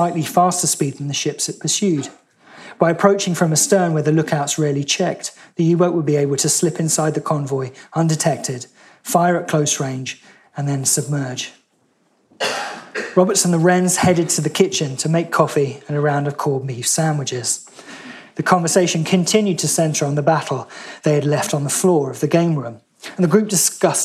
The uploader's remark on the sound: In a lecture he delivered at BBC History Magazine’s 2019 Winchester History Weekend